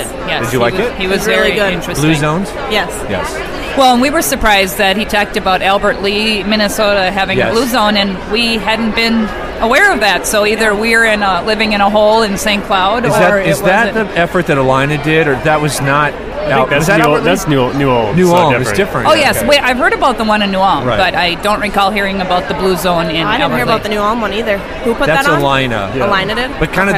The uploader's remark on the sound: Live from SHSMD13. Podcasting live from SHSMD 2013 in Chicago.